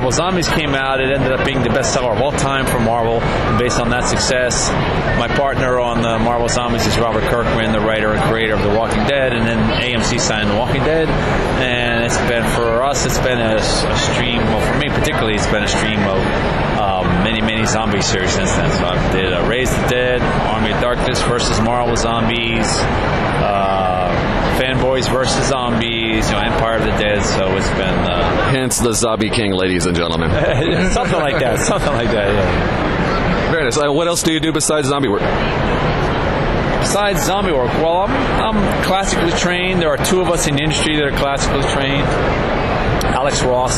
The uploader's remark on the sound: at last weekend’s Wizard World Reno Comic Con